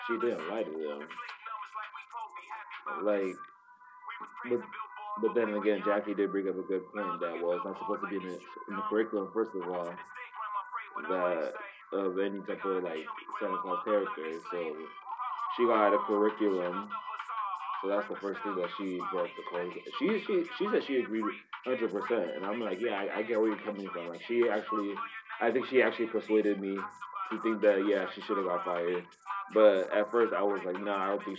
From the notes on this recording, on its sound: Sorry for the audio in advance!!